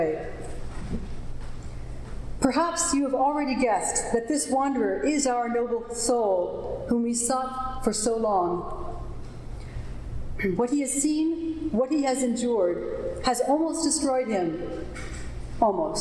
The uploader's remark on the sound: Recording of a lecture delivered on August 1, 2012. As part of the Graduate Institute Summer Lecture Series.